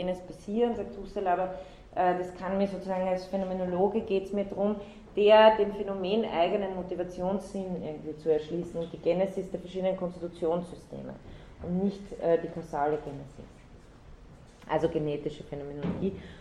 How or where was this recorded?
large echoing room